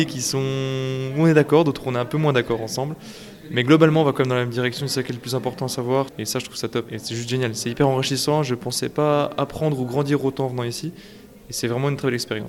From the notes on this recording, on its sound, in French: De 1500 personnes ont répondu à l'invitation de cette institution franco-allemande. Un épisode tout en sons, enregistré à Ludwigsbourg, lors de cette grande fête de la société civile.